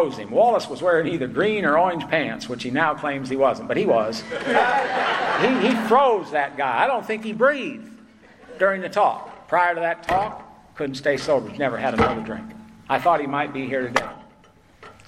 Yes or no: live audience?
yes